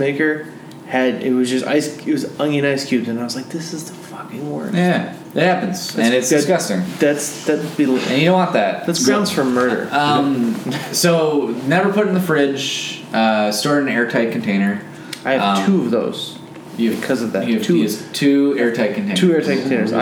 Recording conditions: busy venue